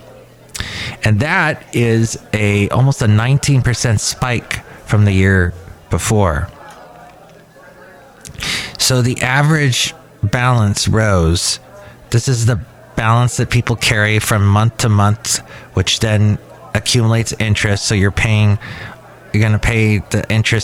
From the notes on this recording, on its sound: podcasts live from Cafe Anyway